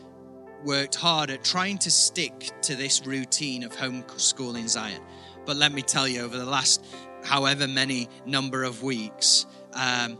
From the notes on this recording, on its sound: IKON Church. Recorded at the Chesterfield Campus this is the message from the service.